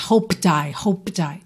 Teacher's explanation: A palavra hoped, no passado, o E não é pronunciado, certo? O D vai ser aquela consoante oclusiva que no caso aqui eu já vou usar para ligar no I. O P de hoped, ele vai ficar muito sutil aqui.